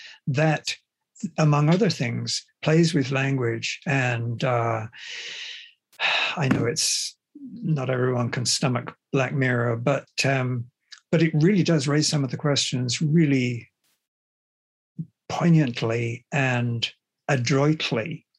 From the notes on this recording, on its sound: The seminar took place over Zoom